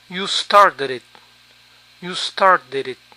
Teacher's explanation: La D final de started se encuentra entre vocales, por eso suena como nuestra R.